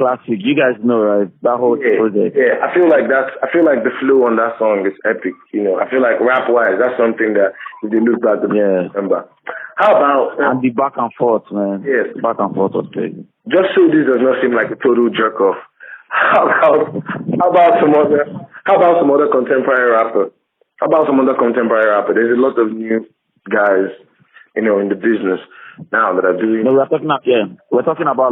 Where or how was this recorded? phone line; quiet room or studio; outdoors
phone line